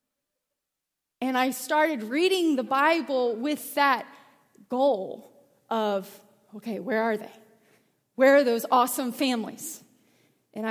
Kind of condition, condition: setting, large echoing room